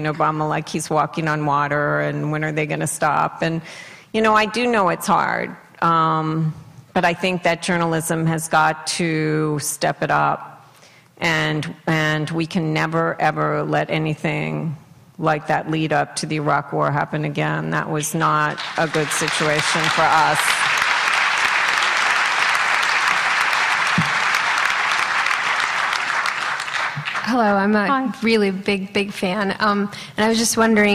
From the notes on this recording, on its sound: Addresses an audience at UC Santa Barbara.